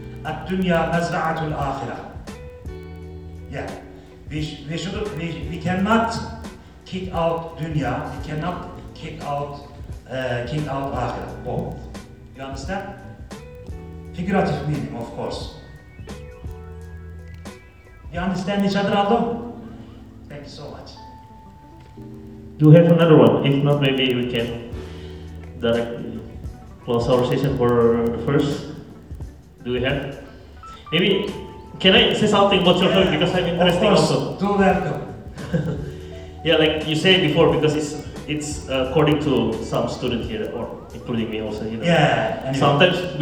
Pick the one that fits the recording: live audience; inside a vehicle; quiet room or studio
live audience